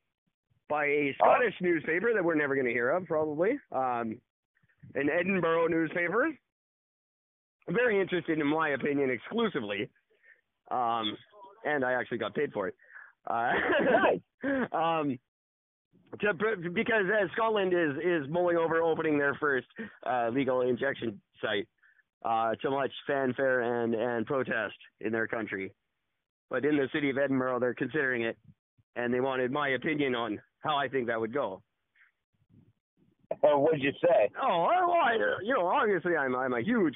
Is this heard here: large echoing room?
no